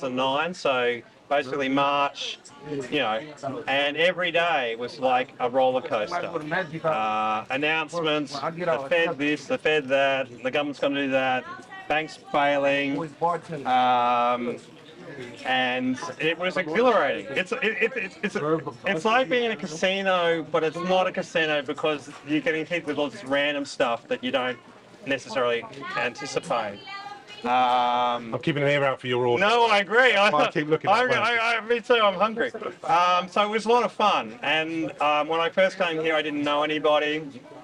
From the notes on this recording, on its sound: outside the world's biggest department store, Maceys on Herald Square in Manhattan, New York City